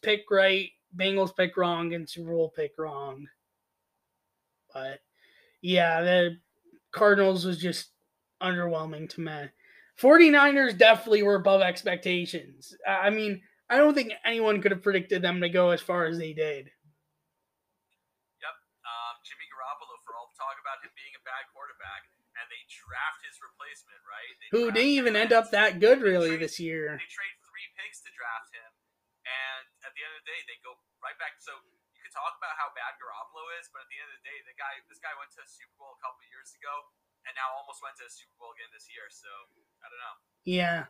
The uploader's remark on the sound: Srry for the cutouts the recording cut out multiple times during episode.